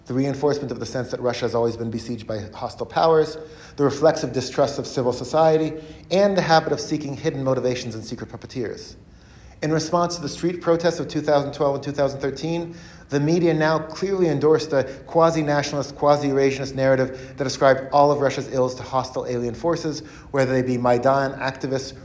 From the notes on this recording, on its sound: He gave this talk as part of a lecture series hosted by the Ellison Center at the University of Washington.